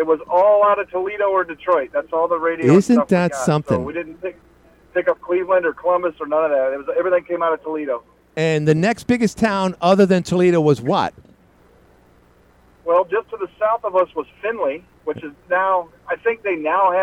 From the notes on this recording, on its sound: called in from Florida